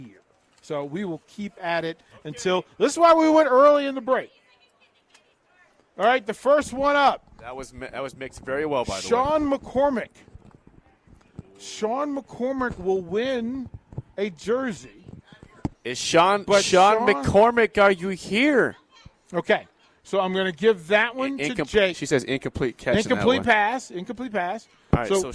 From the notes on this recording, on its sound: Nebraska Football Talk Live from Barry's